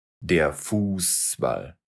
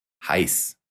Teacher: А на слух SZ напоминает длинный звук S.